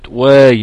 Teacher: أقول والله ده ألف مادية خرجت من الجوف